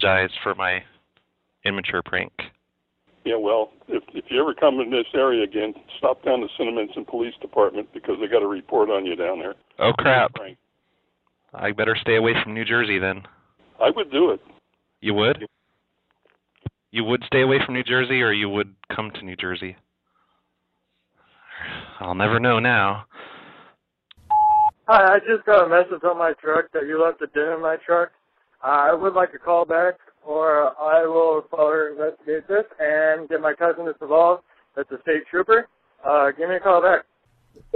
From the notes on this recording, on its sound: Prank Phone Calls